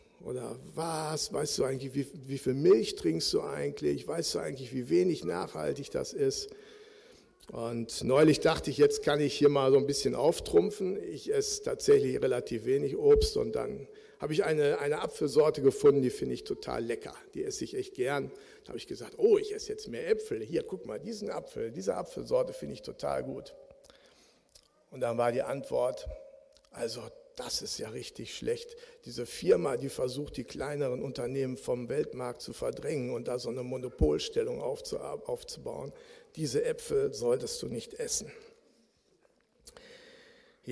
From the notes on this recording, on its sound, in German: Aufzeichnung der Predigt des Gottesdienstes